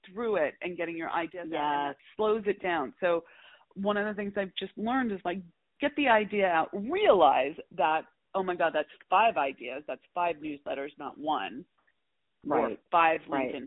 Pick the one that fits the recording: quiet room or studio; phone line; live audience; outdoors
phone line